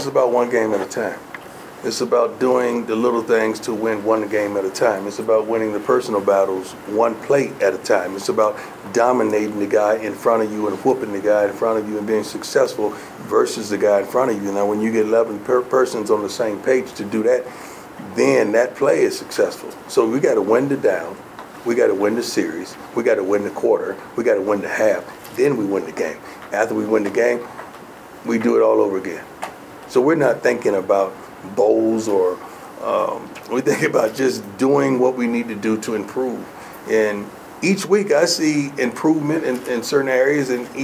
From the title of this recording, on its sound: Post-game press conference